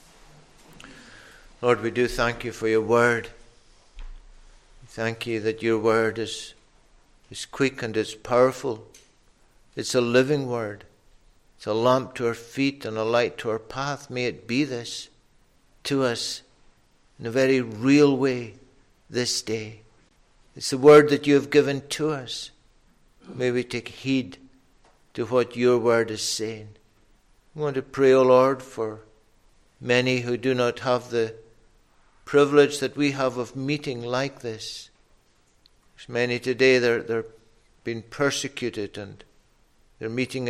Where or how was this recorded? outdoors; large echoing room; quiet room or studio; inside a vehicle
large echoing room